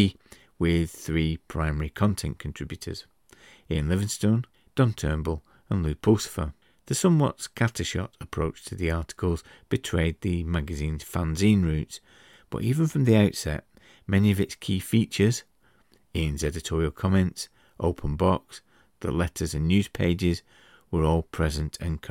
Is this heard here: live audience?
no